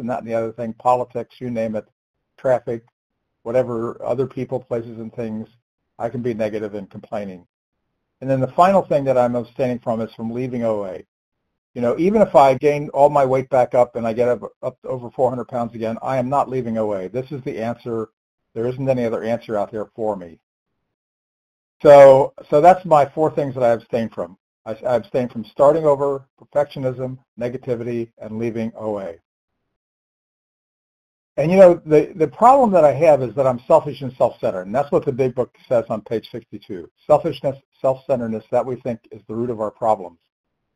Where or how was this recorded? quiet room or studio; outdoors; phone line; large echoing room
phone line